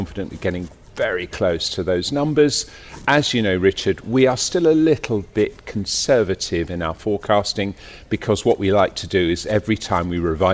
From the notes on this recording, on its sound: We’re broadcasting live from DC Aviation Al Futtaim's VIP Terminal at Al Maktoum International Airport celebrating the company’s 10th anniversary during the week of the Dubai Airshow.